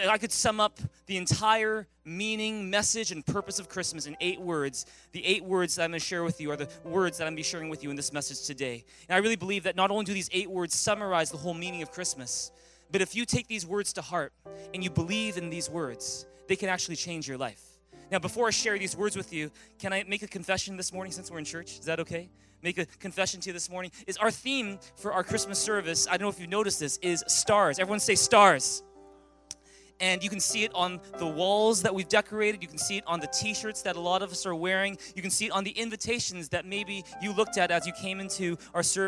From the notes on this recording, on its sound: At Thrive Church Vancouver, Canada.